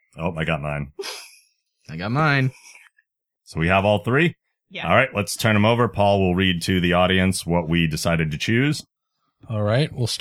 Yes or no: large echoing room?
no